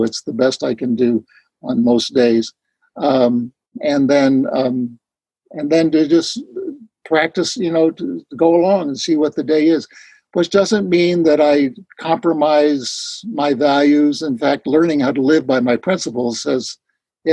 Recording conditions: video call